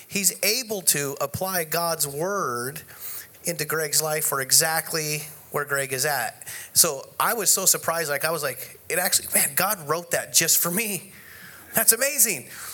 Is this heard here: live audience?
yes